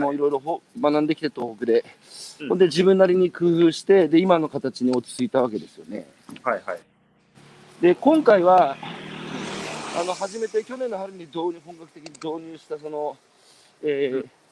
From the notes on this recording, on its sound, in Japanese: 大分県佐伯市。歩きながら1時間、対談する。